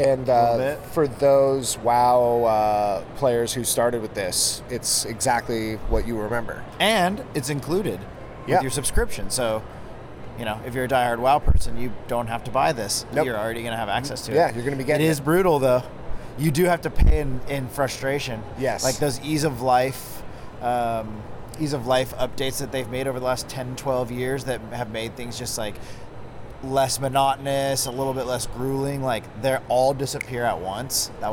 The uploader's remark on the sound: The Joystick Club are LIVE from Anaheim,CA at #BlizzCon2018! We played the demos, walked the floor, watched a lot of #OverwatchWorldCup and even had Mike Morhaime walk by while we were taping.